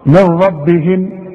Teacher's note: الادغام الكامل. يبقى برضو عند سماعك هذه الكلمة كأن النون غير موجودة، ولما اقول لك اكتبها زي ما سمعتها، هتكتب لي ميم وراء. · Term: ادغام كامل بدون غنة